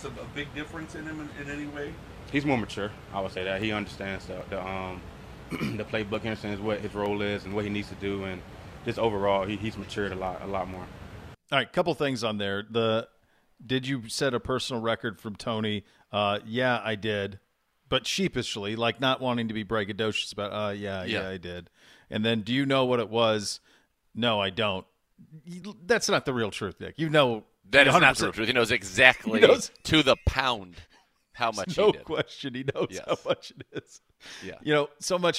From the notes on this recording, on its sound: live from day three at the Greenbrier